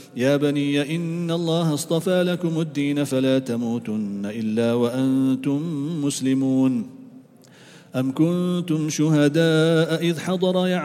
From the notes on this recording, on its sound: at the Houghton Masjid (West Street)